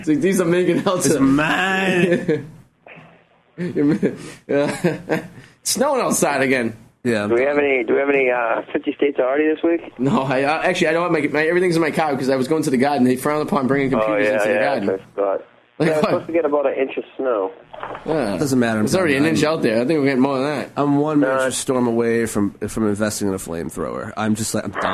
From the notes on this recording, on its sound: Live in studio. Calling live from Bermuda.